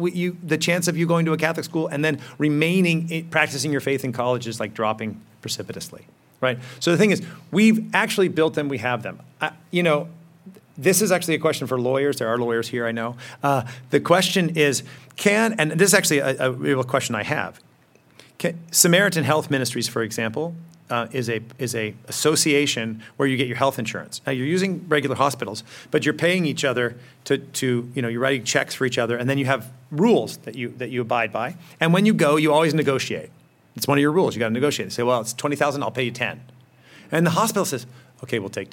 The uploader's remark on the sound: In this episode, we’re bringing you a presentation that was delivered as part of the 2021 Acton Lecture series.